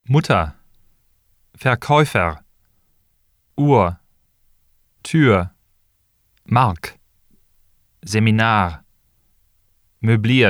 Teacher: The R after a vowel at the end of a syllable or word is usually not trilled or rolled, but pronounced with R coloring.